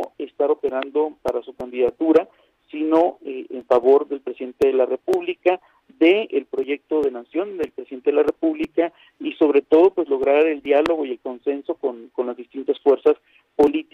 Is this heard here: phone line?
yes